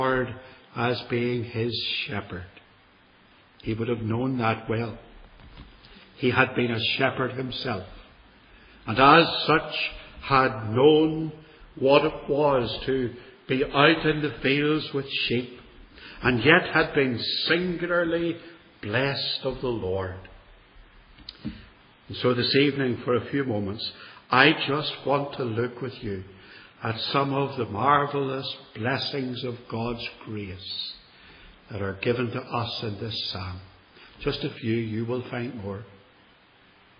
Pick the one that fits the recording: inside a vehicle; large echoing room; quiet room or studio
large echoing room